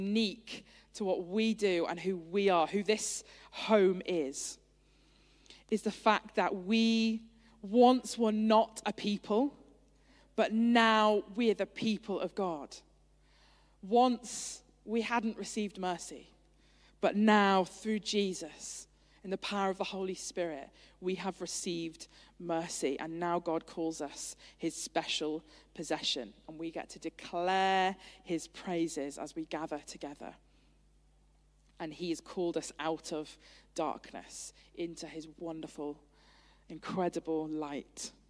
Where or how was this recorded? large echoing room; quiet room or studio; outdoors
large echoing room